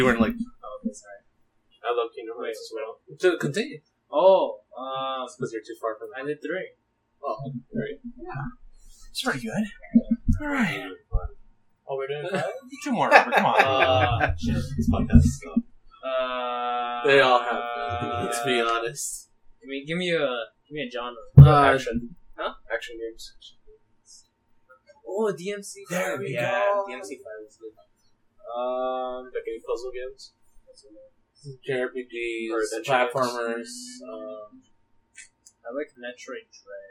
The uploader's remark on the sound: We're back with more audio issues